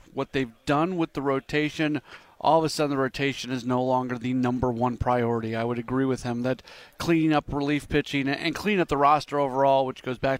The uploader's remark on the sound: joins live from the MLB Winter Meetings